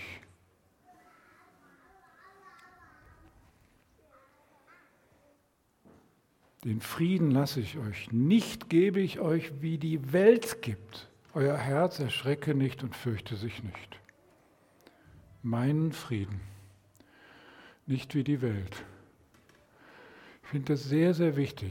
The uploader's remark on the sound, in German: Predigt im Rahmen des GreifBar+ Gottesdienstes